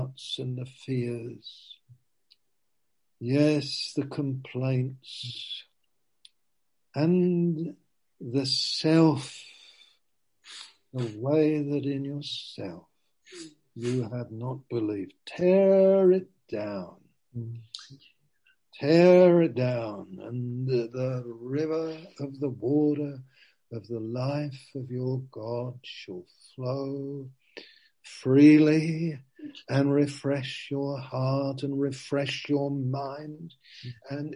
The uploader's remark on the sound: Zoom